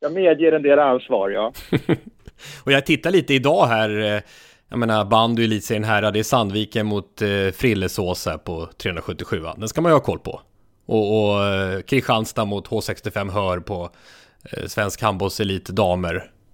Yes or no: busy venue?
no